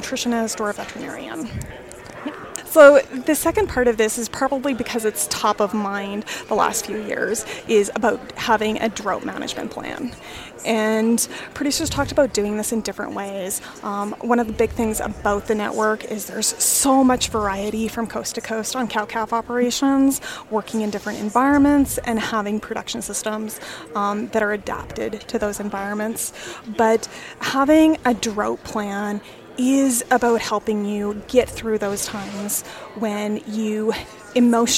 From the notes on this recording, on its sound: Recorded at the 2023 Canadian Beef Industry Conference in Calgary